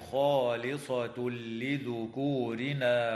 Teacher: ويدغم التنوين في اللام من غير غنة في قوله تعالى خالصة لذكورنا